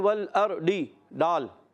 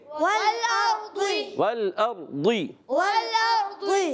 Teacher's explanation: ایسا محسوس ہوتا ہے جیسے دال کو ہلکا سا موٹا پڑھا جا رہا ہے · Shown in: second take · ٹھیک ہے مگر دال کے مخرج سے نہیں ہوتا اس کا